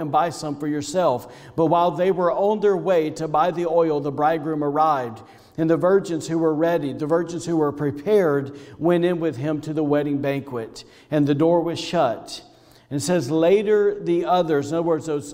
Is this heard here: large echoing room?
yes